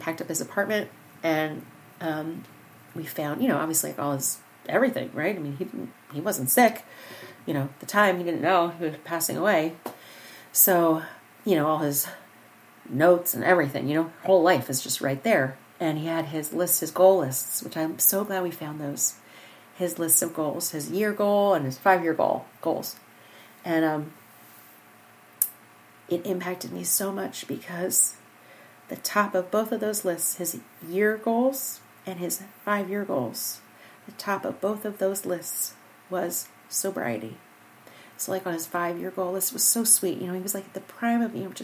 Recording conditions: sounds in the background